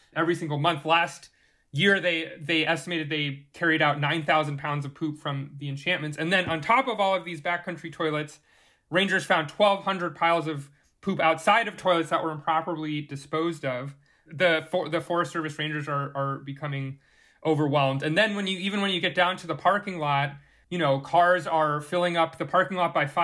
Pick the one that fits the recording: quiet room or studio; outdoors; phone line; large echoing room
quiet room or studio